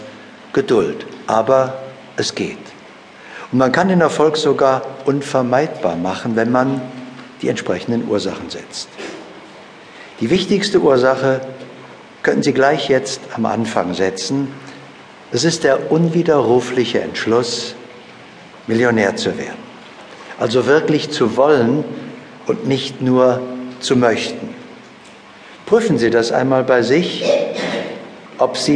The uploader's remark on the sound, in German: Seminar-Live-Hörbuch